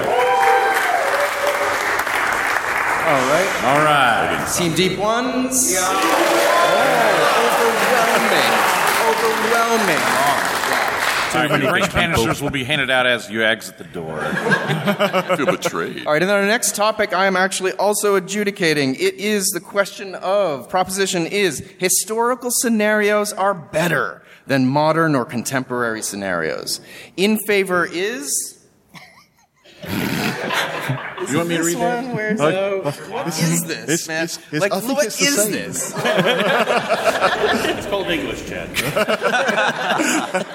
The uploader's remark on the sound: We’re coming to you live from Necronomicon 2019. This was recorded a few weeks ago, but it was a live event at the time.